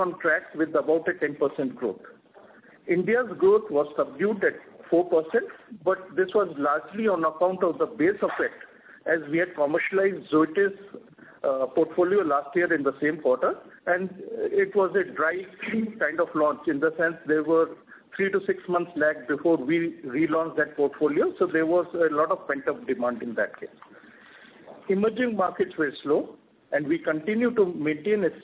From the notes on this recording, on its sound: Results discussion/conference call. Q&A starts at 14:55.